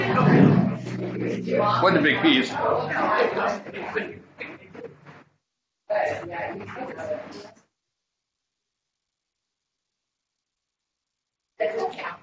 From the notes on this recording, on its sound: This recording was trimmed automatically, so there may be a few seconds (or longer) of silence at the beginning or the end